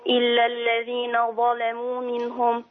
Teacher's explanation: كلمة ظلموا هيغلظ اللام